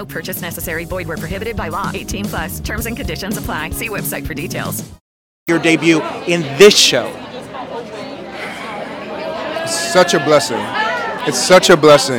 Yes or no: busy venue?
yes